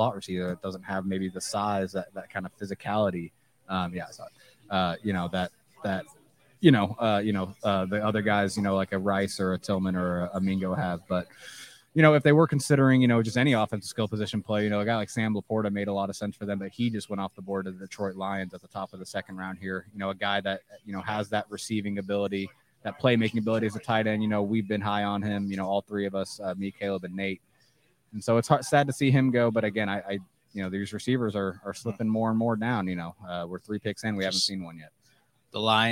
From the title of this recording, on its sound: Live from the NFL Draft Night 2